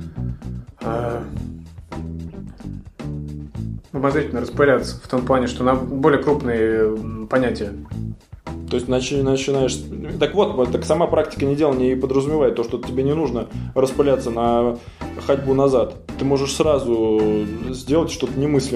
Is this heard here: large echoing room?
no